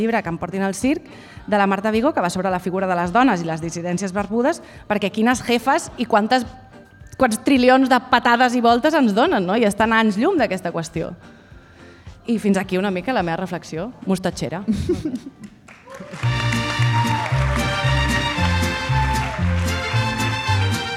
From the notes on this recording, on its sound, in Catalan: Programa en directe des de la Fàbrica Damm a la Jornada de Pòdcasts per combatre la Pressió Estètica.